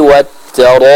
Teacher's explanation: kita berikan qalqalah yang sempurna pada huruf ba yang ada di akhir ayat ketujuh tersebut